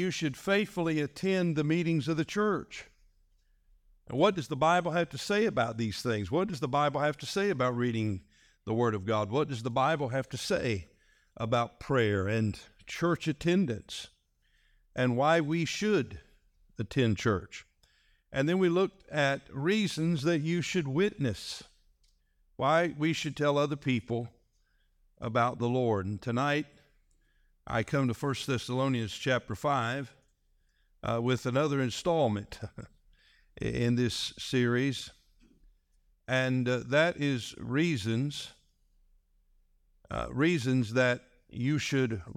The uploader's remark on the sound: This message was delivered on February 18, 2024, during our evening service.